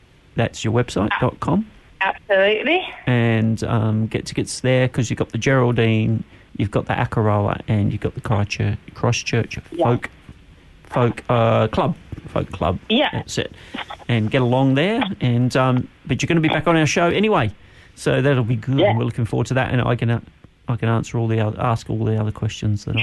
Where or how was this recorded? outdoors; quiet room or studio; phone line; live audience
phone line